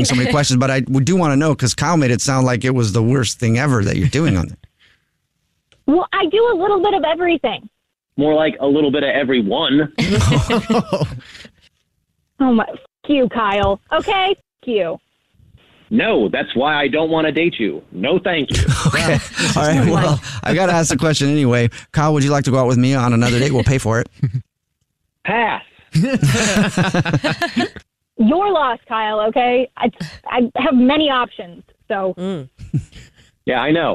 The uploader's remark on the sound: We get that other person on the phone